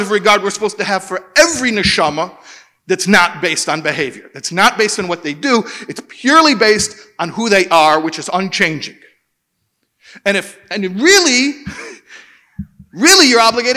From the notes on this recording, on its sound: In this keynote address at the Kesher Nafshi shabbaton